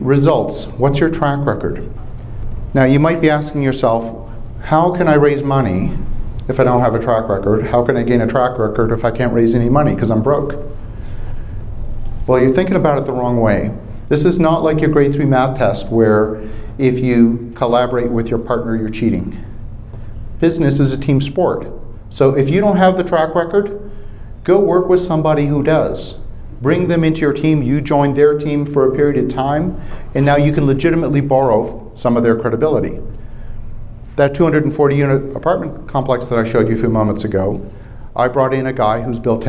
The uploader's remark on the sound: Live From the Raising Money Summit